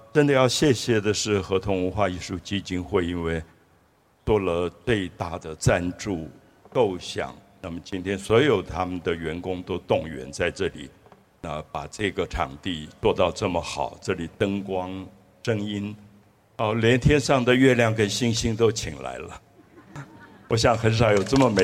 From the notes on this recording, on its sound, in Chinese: 台南巴克禮公園20週年Open Podcast。我到現在為止印象裡還彷彿坐在那個草地上，天空有月亮、有星星，附近的水裡有柳樹的倒影，每一個人都這麼安靜，感覺到夜晚的風微微的吹來。